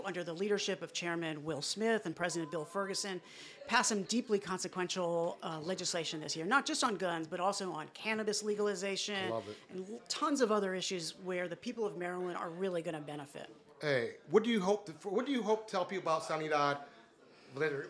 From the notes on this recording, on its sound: NoPixAfterDark Live at SINE DIE 2023. NoPixAfterDark was invited by the Bellamy Genn Group to set up shop and do live interviews during their annual SINE DIE Celebration.